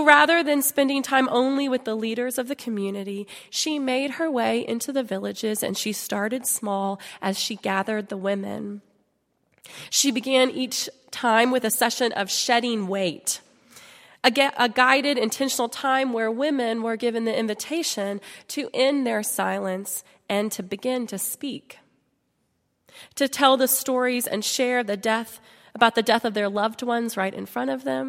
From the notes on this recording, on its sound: at Highland Baptist Church.